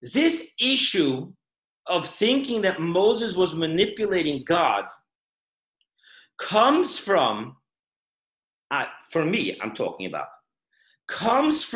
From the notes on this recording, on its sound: Zoomclass